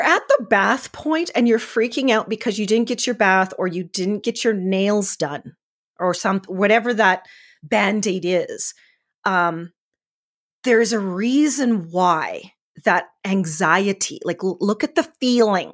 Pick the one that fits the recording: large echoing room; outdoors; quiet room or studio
quiet room or studio